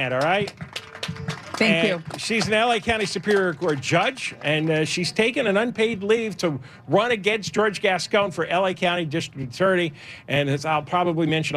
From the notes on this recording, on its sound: LIVE at the Honda Center in Anaheim